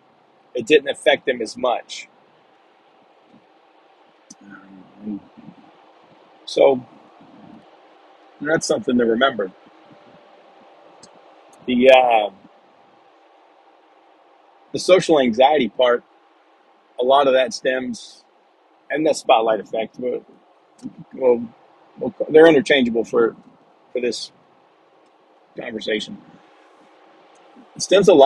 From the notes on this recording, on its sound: Sorry for the background noise I am driving and recording on my phone.